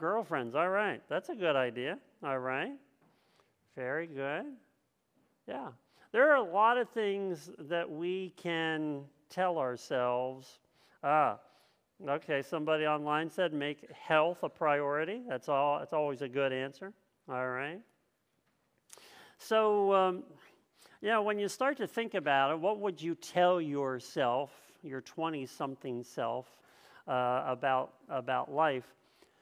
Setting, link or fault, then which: setting, large echoing room